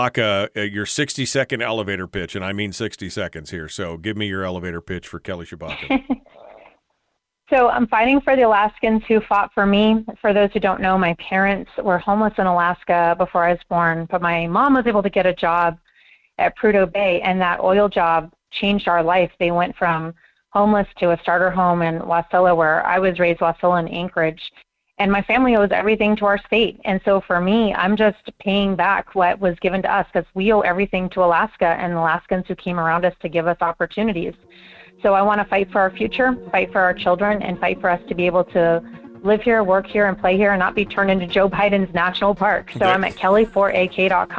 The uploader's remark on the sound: phone calls in hour one